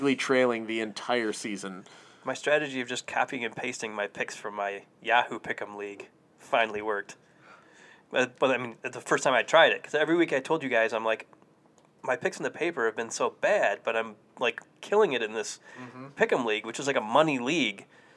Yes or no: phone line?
no